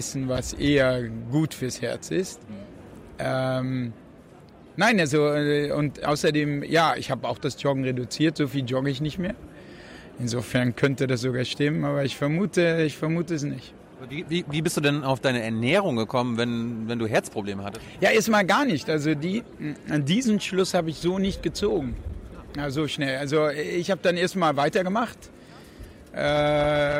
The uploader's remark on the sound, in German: auf der re:publica in Berlin aufgezeichnet.